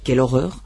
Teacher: Nos tenemos que acostumbrar a que en francés la interrogación y la exclamación se cierran, pero no se abren. La pronunciación es descendente, pero bueno, eso es como en español realmente. Cuando dices quel horreur, qué horror, no hay ninguna diferencia sustancial que plantee problemas.